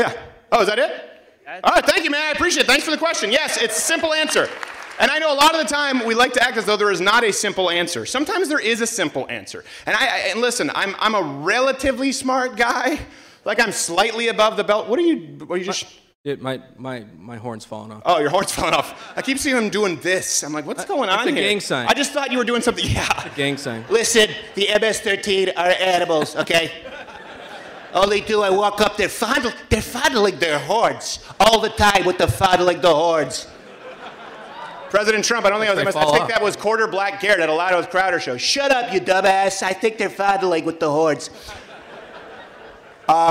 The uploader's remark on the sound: SPOOKTACULAR AT U of MICHIGAN! Performs live from the University of Michigan!